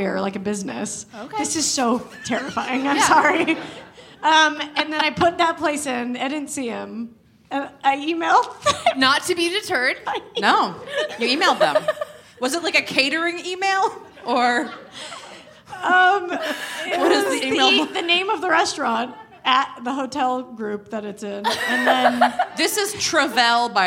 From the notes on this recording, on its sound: The ladies are live from Chicago's Promontory Theater for the Chicago Podcast Festival.